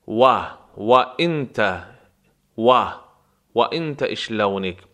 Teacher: حرف واو از تلفظ و برخورد دو لب تلفظ می شود